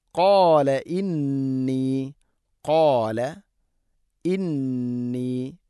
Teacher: ഖാല ഇന്നി, നൂന് ശബ്ദ് ഗുന്ന ചെയ്യണം, മണിക്കണം.